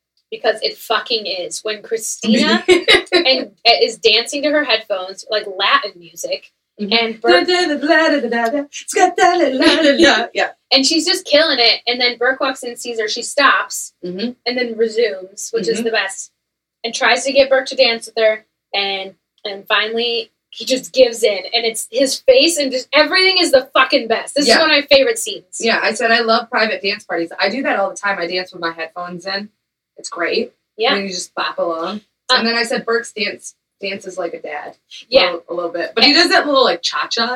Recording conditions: poor microphone